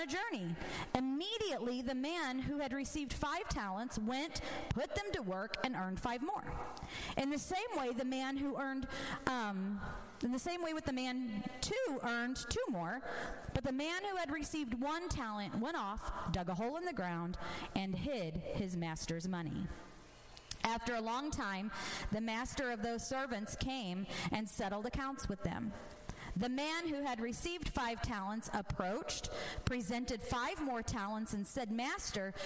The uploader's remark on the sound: This episode was recorded at my church as a sermon I recently preached.